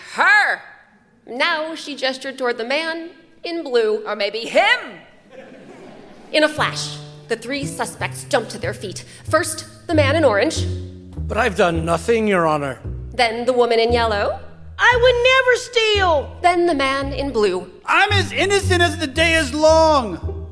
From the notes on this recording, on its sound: Recorded live